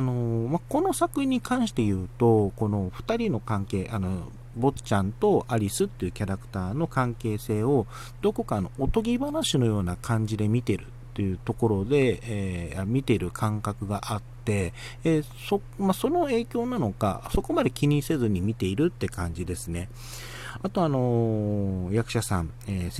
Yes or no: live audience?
no